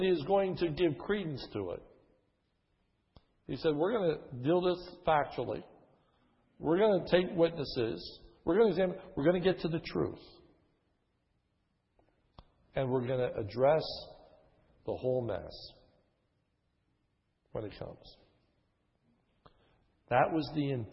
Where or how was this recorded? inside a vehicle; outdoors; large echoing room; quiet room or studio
large echoing room